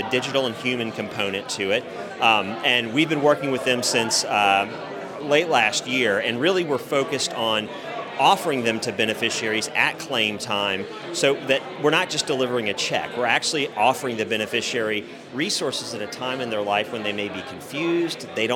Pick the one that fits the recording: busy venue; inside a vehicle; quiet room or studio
busy venue